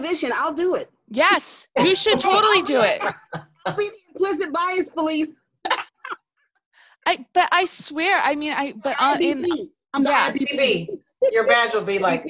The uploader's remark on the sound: Zoom with co-workers